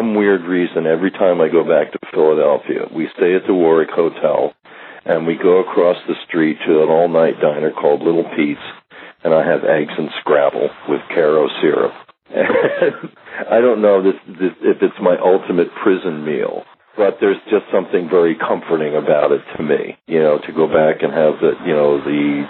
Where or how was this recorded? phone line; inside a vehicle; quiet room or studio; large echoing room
phone line